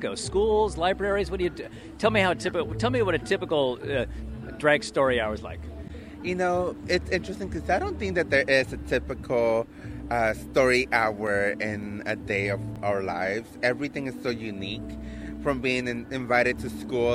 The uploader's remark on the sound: At the Bay Area Book Festival in Downtown Berkeley, Ca. We’ve recorded four readings along with short conversations with drag performers, authors, a publisher and a parent.